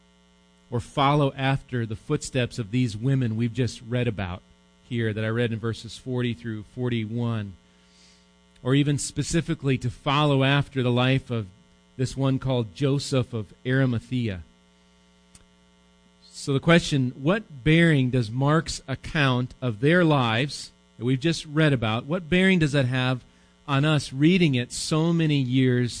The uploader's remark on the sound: Recorded live at Bethany Bible Church.